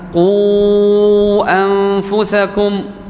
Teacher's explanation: قوا هنا مد، مد بالواو لكن في كلمة، ثم الكلمة التي تليها بدأت بهمزة، بهمزة قطع · Term: المد المنفصل